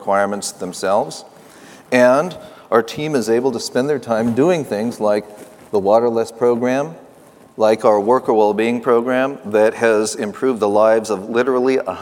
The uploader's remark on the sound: The best of live interviews from GreenBiz events.